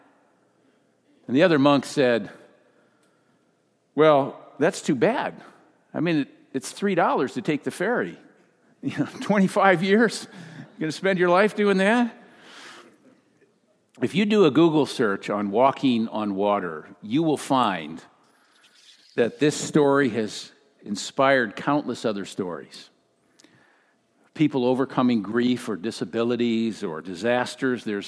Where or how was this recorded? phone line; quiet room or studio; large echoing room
large echoing room